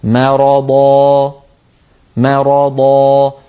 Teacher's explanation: إذا قلنا ضاء وقفلنا الوترين الصوتيين خرجت همزة، فنترك الوترين الصوتيين مفتوحين، مرضى ضاء، ولا نغلقهما، والباقي ممتاز.